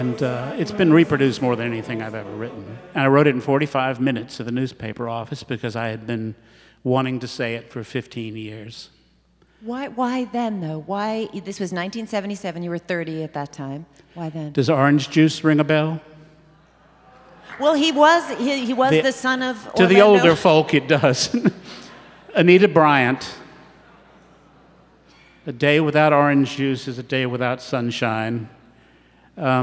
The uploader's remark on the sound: We hear from two Southern writers from the Decatur Book Festival. In front of an audience at the festival.